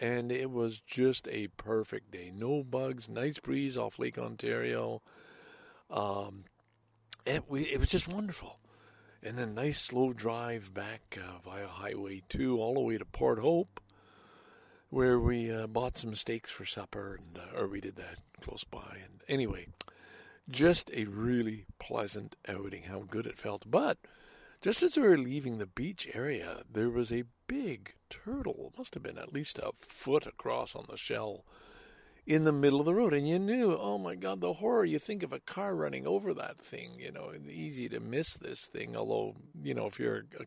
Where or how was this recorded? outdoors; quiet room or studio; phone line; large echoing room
outdoors